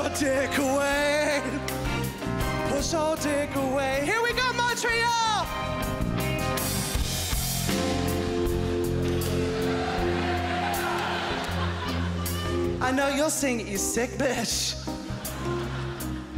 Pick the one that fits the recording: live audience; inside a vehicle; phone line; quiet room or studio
live audience